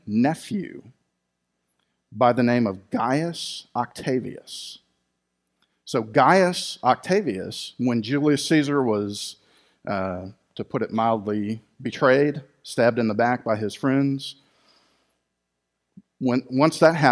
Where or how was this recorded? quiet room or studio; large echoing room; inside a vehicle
large echoing room